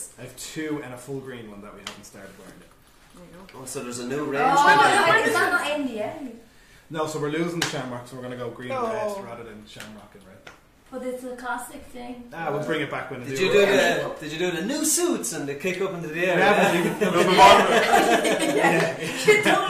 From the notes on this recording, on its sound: We are live from Gamerfest 2018 in Galway city!